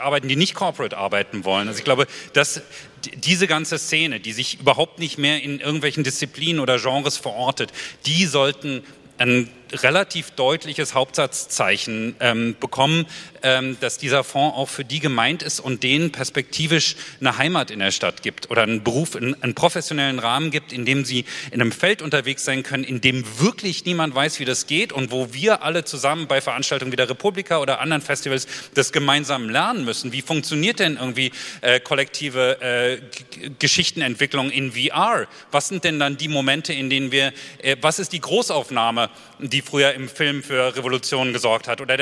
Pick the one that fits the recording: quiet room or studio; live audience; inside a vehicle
live audience